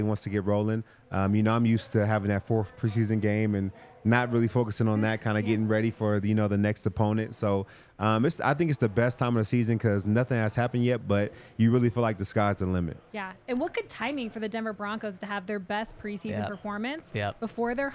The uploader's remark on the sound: coming to you LIVE from the DNVR Bar